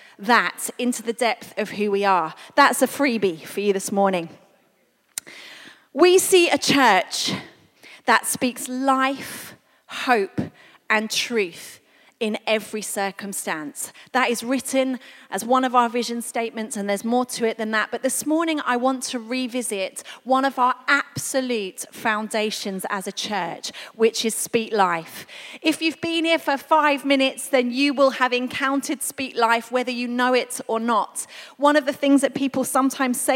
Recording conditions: large echoing room